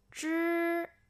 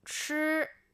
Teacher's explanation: 不同之处是吃的气流更强 · Shown in: second take · ，大家可以把手放在嘴前，先发吱，再发吃，可以明显感觉到吃的气流更强。吱，吃，读吃的时候，确实是手上